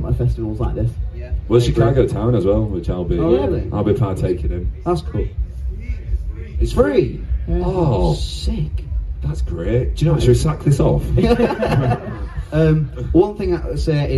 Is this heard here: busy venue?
yes